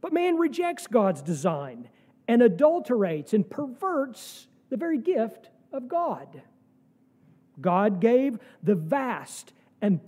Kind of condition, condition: setting, large echoing room